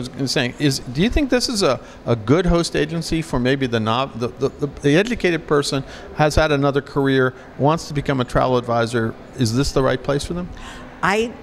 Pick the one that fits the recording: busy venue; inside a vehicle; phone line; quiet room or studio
busy venue